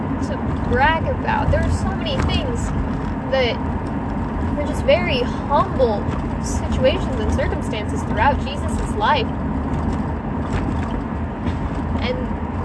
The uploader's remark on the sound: Sorry about all the background noise.